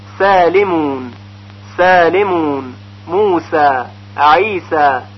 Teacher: در سین چون زبان به طرف کف دهان میل پیدا میکنه و پایین میاد، یعنی در واقع به خاطر دو صفت استفال و انفتاح، صدای سین ظریف‌تر شنیده میشه